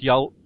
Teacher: the relative clause form, the ending is a glottal stop